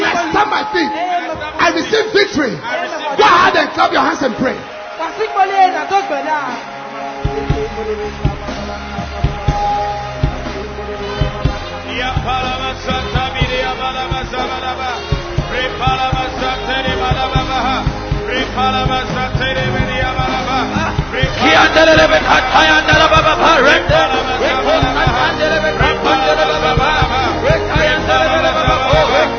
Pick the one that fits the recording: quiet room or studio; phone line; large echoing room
large echoing room